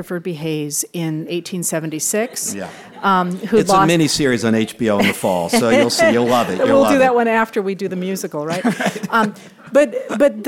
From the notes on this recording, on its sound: Recorded in front of a live audience